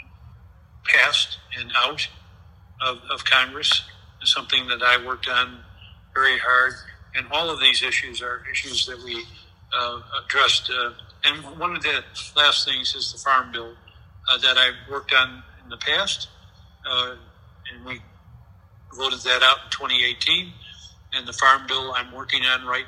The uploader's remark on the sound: This interview was recorded on speaker phone so please be aware of the lower sound quality.